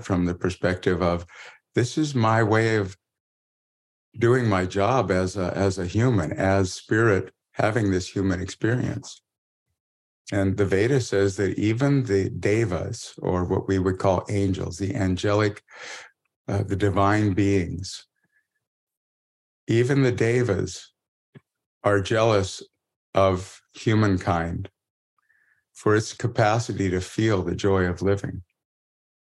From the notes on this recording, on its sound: Meditation live special. Taken from one of his private meditation zoom classes.